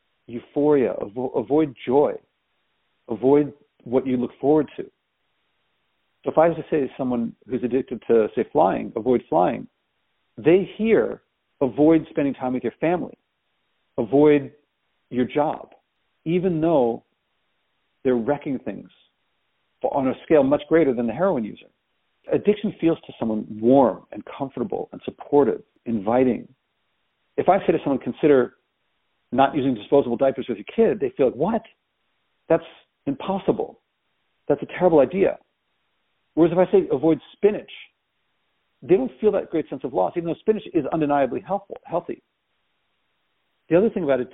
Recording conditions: phone line